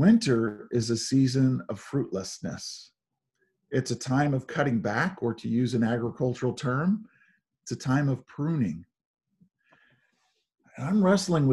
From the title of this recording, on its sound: Zoom Sunday